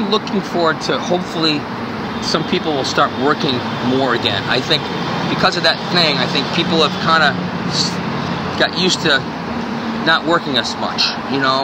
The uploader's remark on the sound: walk and talk in Boston's Back Bay